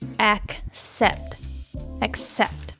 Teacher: And the stress is on the second syllable.